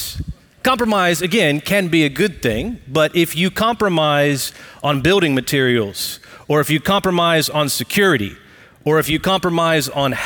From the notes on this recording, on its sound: Recorded live at Brookwood Church on 08 .27.2023.